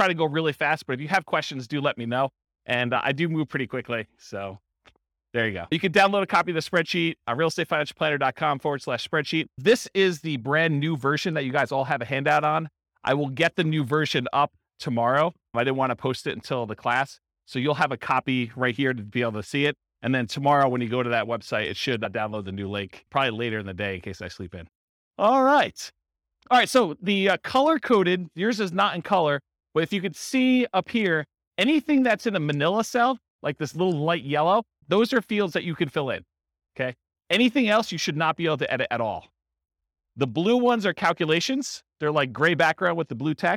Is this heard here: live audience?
yes